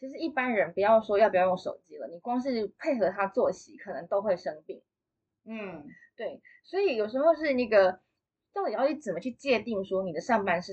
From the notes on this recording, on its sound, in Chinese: 內湖分館市民生活講座。本集錄音音質仍在持續調整中，如有瑕疵請大家多多包涵。